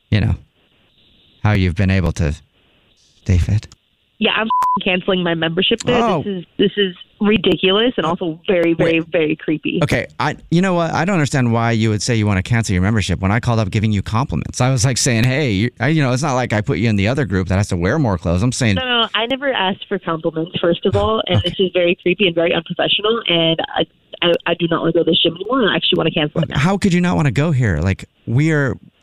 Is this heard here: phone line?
yes